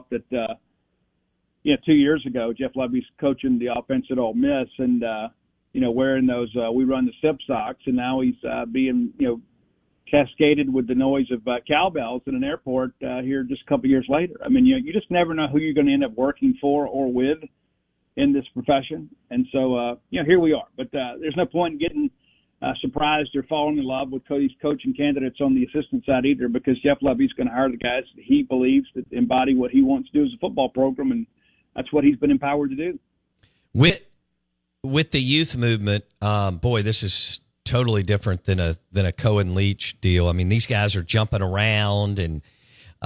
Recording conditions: phone line